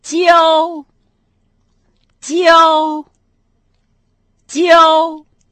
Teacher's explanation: По-китайски «обучать» — это «джяо», первый тон. «Джяо», «джяо», «джяо».